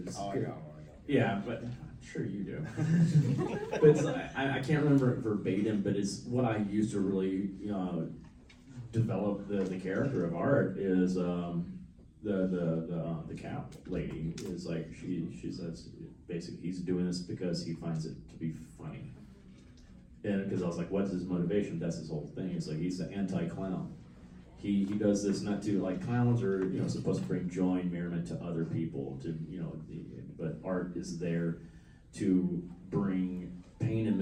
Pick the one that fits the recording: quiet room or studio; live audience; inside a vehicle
live audience